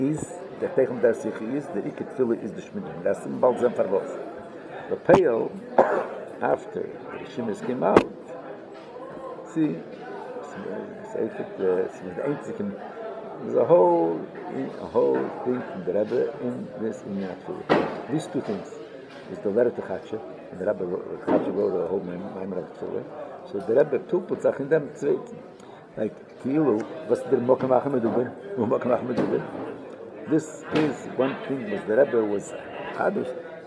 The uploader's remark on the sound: Live Shiur